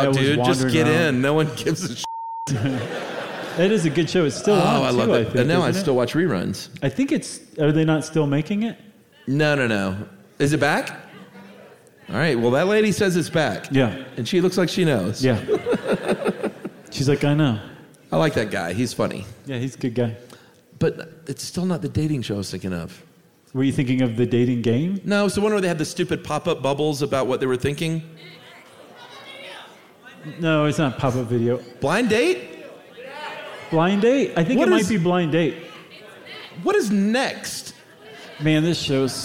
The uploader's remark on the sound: at the Gothic Theatre in Denver for this live show